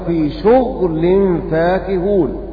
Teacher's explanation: وقرأ نافع وابن كثير وأبو عمرو بإسكان الغين